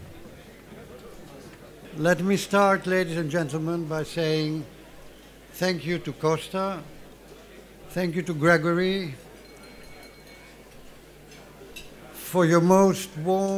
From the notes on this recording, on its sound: 2023 CAPITAL LINK GREEK SHIPPING LEADERSHIP AWARD LUNCHEON KEYNOTE ADDRESS. Capital Link’s 13th Annual Greek Shipping Forum. Divani Caravel Hotel, Athens, Greece.